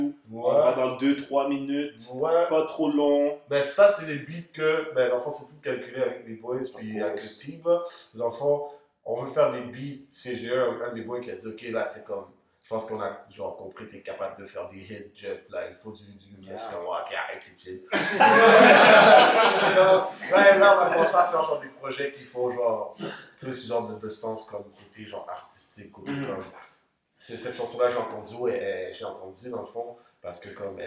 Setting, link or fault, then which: fault, poor microphone